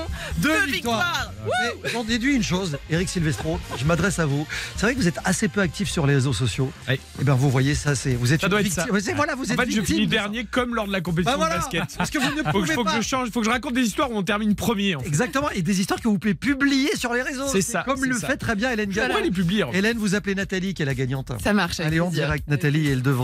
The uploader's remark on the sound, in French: En fin d'émission, le gagnant appellera en direct un auditeur